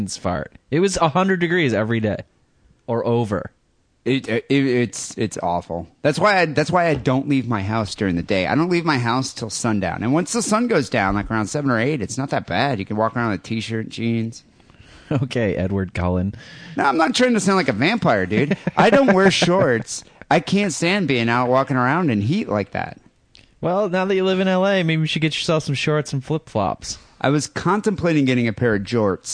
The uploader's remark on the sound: Phone calls